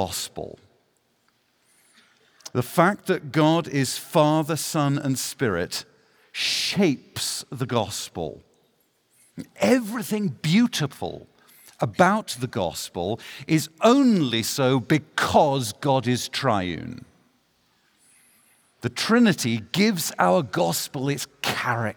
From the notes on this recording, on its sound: The following message was given at the Ligonier 2023 National Conference.